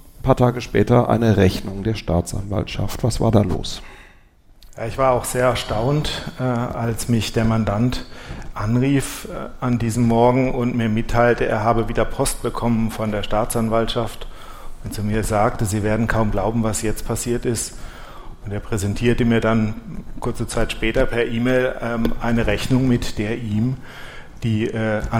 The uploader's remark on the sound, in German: live beim SWR Podcastfestival